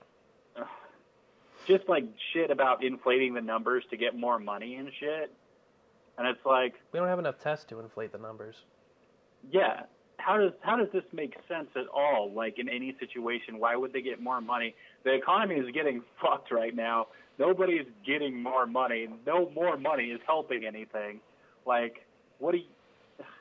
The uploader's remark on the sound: still talk to one another over the phone